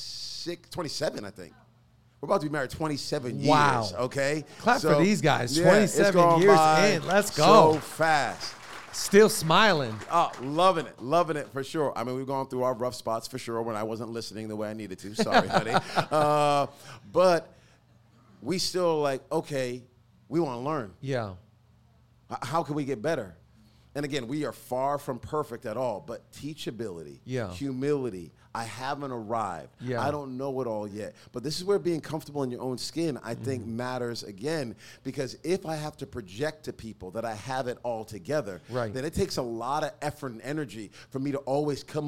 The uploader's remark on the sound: LLI Live Recording